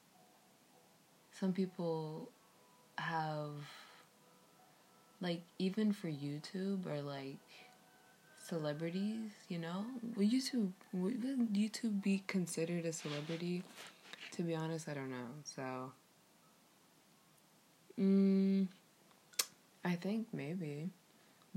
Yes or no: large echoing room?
no